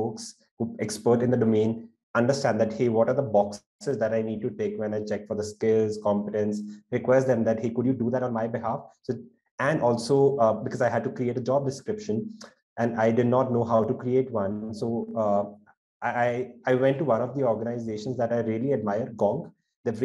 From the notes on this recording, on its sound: This is a recording of our webinar of the same name.